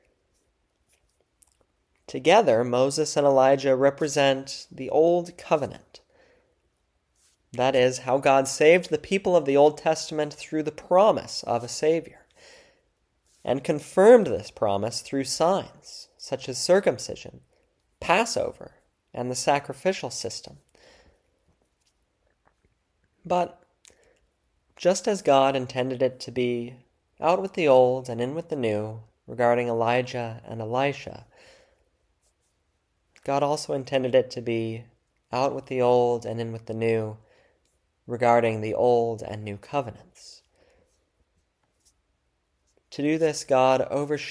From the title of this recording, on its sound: February 11, 2024 Church Service